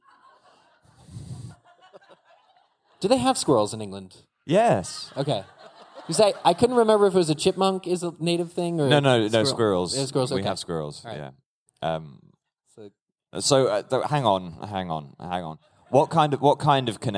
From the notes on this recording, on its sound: Live From LeakyCon 2019. We're live from LeakyCon in Boston.